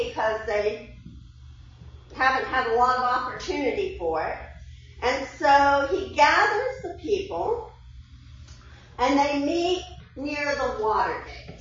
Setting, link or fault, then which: setting, large echoing room